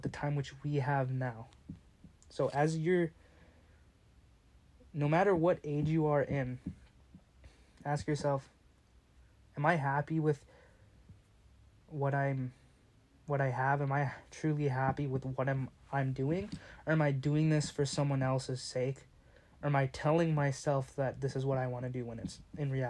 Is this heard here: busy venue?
no